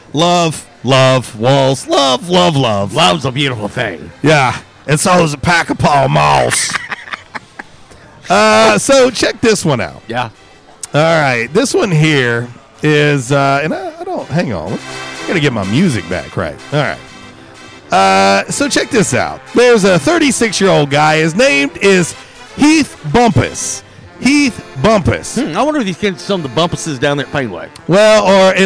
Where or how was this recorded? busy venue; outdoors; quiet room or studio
busy venue